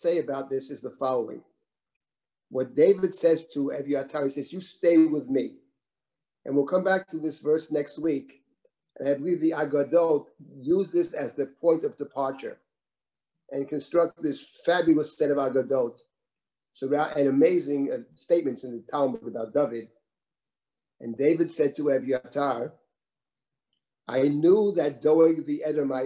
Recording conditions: video call